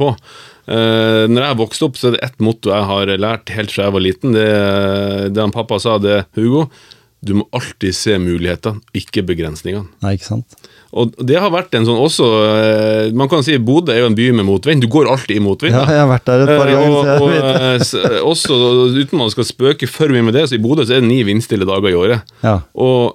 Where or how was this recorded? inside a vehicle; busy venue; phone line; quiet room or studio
quiet room or studio